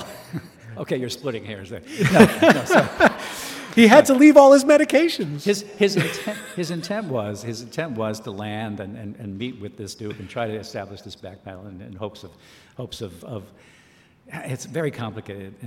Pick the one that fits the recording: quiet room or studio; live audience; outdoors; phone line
live audience